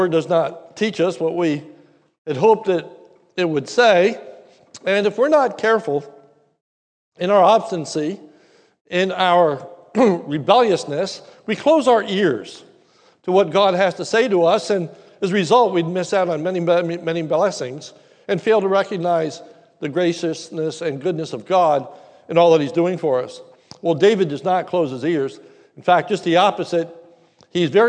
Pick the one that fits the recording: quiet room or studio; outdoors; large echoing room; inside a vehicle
large echoing room